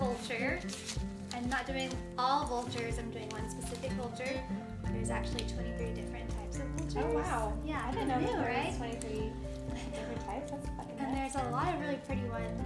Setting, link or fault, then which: fault, sounds in the background